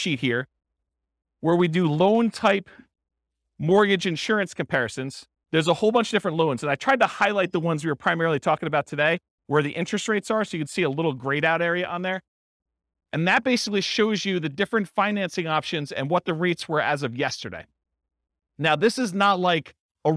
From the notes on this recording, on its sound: This was a live class recorded